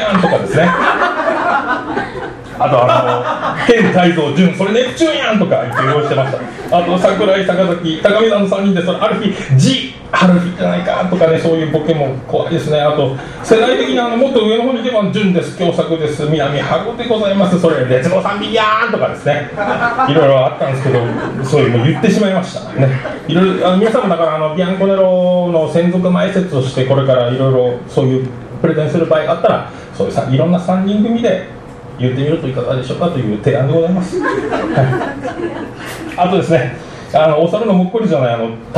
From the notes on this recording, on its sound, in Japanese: ライブハウスＣＢ14周年 ﾂｰﾏﾝﾗｲﾌﾞ。